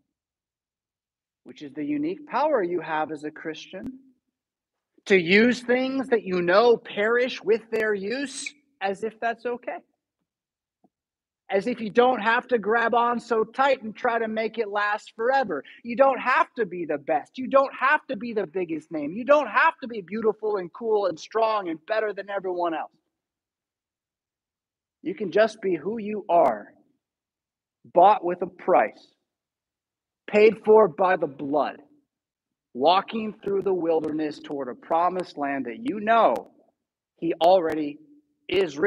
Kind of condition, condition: setting, large echoing room